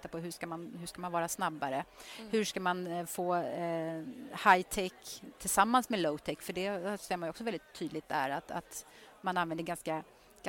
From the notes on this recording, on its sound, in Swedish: Live-podd från Ingenjörsdagen i GBG och Luleå. Som spelades in live på Ingenjörsdagarna i Göteborg och Luleå.